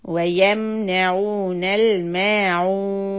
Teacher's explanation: Stretch the عين ضمة. Four counts.